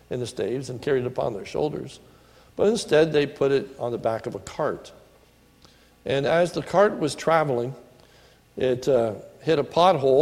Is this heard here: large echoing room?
yes